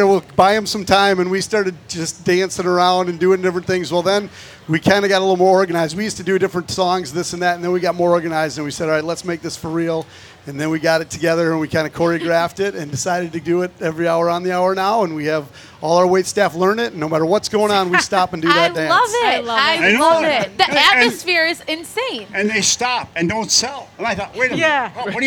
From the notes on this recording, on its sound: Live from the state fair!